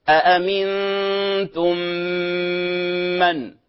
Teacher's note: كقوله تعالى أأمنتم من، لاحظوا الميم الأولى في أأمنتم الميم ساكنة والميم في الكلمة بداية الكلمة الثانية متحركة، ولاحظوا اتفق الحرفان اسما ميم ميم، رسما كتابة، ومخرجا نفس المخرج ونفس الصفة، هنا يسمى متماثلين. وجب الإدغام، يصبحان حرفا واحدا مشددا